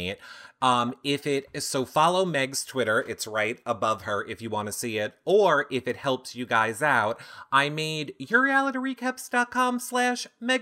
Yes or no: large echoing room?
no